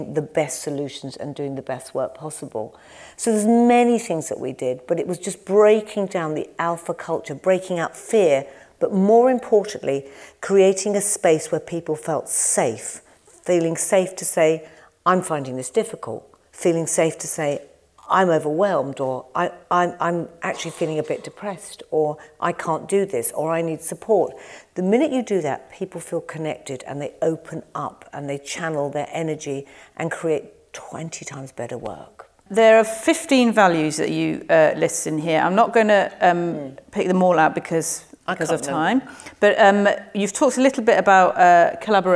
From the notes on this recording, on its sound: In front of a live audience at the Shaw Theatre, London. Thanks to Penguin Random House for producing this live event, the staff at the Shaw Theatre.